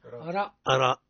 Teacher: الصواب هو أراء متحركة بالفتح حكمها التفخيم